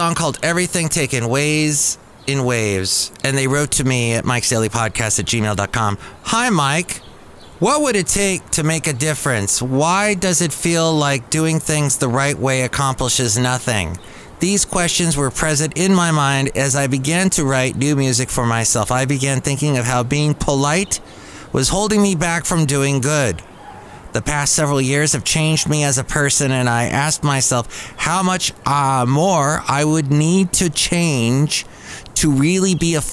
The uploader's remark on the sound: Podcasts live from Cafe Anyway.